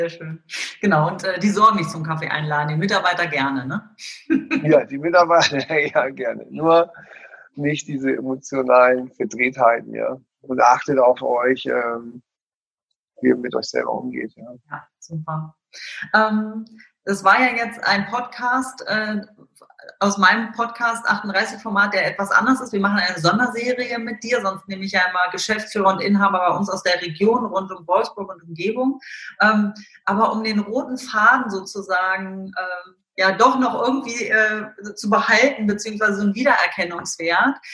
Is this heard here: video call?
yes